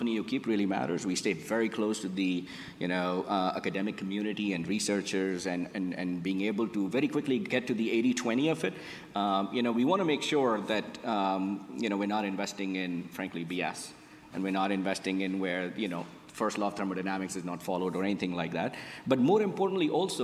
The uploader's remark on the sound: Recorded at an event held in May